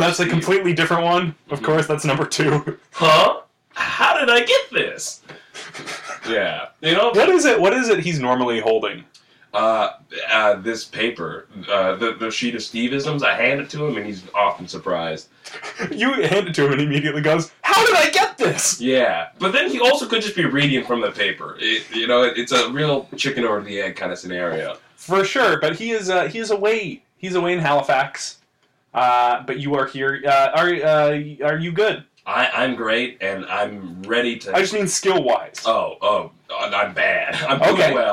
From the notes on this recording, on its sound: It's a Bad Audio Bonus Episode!